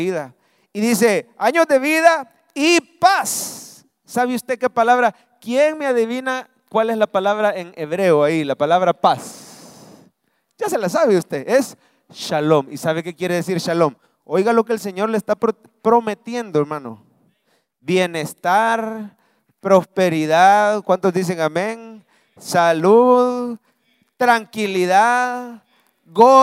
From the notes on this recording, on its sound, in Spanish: Mensaje predicado en vivo desde el Centro Familiar de Adoración